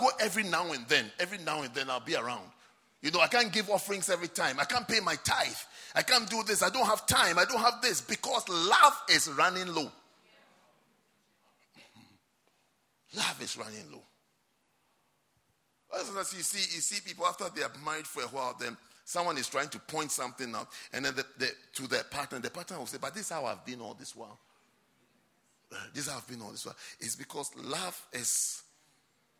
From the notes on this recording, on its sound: at the Lovely Voice Experience - First Love Church, London